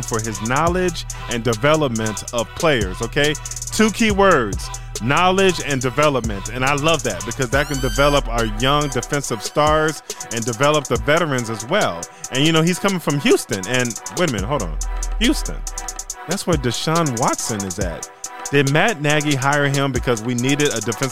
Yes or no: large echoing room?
no